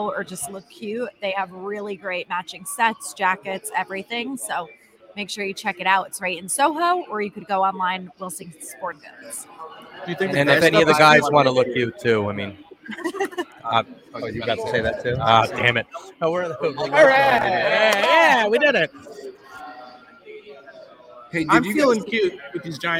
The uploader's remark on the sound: This week we cast live from the Wilson flagship store in SoHo for the 2022 NFL draft.